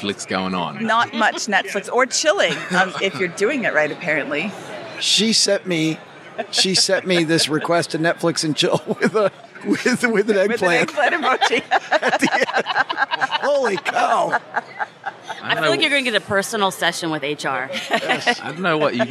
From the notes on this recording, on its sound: (live from Podcast Movement). Today we head to sunny Orlando, the home of Podcast Movement (the nation's biggest podcasting conference), and catch up with some top financial podcasters at the FinCon booth in the expo hall (they were nice enough to set up a podcasting booth for shows to use!).